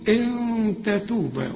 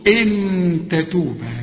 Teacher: إن تتوبا نون وبعدها تاء، هنا في بيحصل إخفاء مع الغنة · Shown in: first take · نقول إن تتوبا، وأوعى تضرب لسانك في حلق بقك وتقول إن تتوبا، لا اخفي.